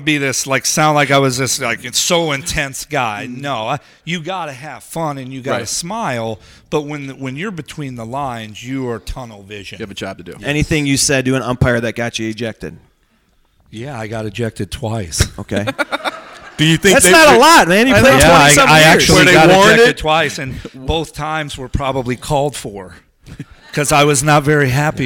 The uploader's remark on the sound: live from SoxFest 2017!